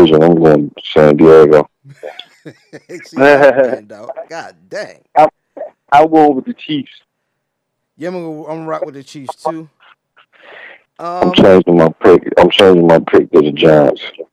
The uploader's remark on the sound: took a few moments to hop on the phone